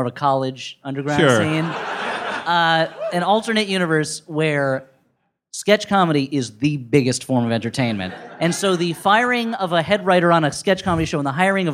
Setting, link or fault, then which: setting, live audience